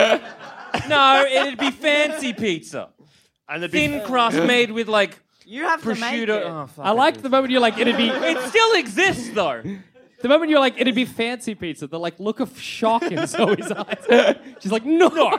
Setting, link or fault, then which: setting, live audience